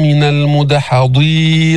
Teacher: فساهم فكان من المدحضين، انتبه للضاد، الضاد فيها تفخيم، فيها استعلاء، فيها إطباق، لو كانت مكسورة بس ما بيضيع تفخيمها، ما بيروح كله.